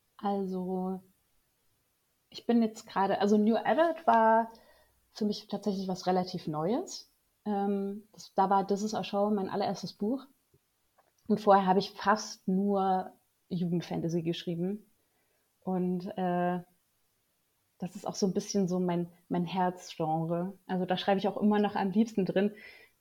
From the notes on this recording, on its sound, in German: Leider waren die technischen Probleme dieses Mal besonders hartnäckig